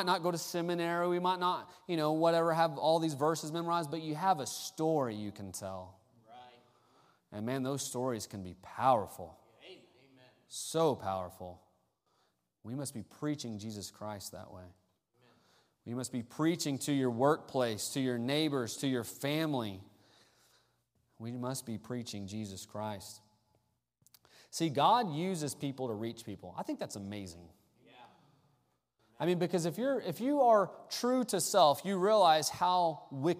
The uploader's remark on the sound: Sunday Morning Service: Missions Conference Service.